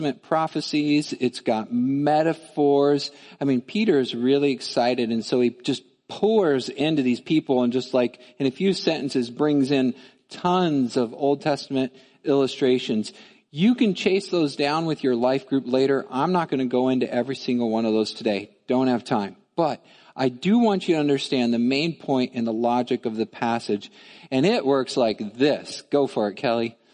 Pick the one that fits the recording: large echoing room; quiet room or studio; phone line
large echoing room